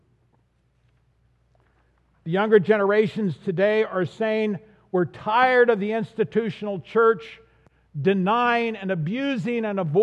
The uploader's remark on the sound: This audio is from the recording of the sermon at the 9:30am service on Easter Sunday.